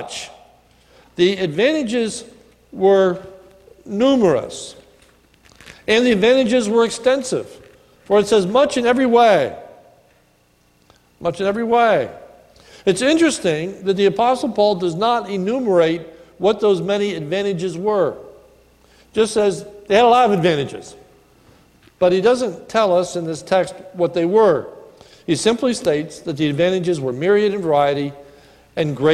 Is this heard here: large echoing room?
yes